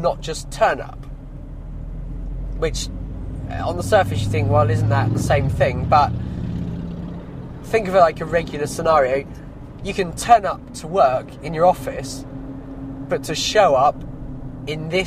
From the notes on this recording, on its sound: Outdoor Trade Show 2017. I’m on location, in my hammock.